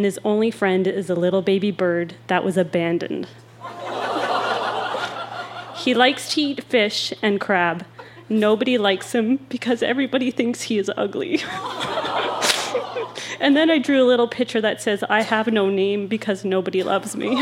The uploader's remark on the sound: Recorded live at The Tranzac Club in Toronto, ON.